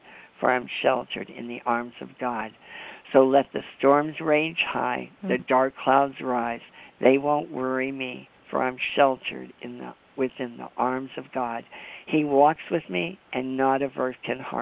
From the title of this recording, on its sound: AUGUST 28, 2011 CONFERENCE CALL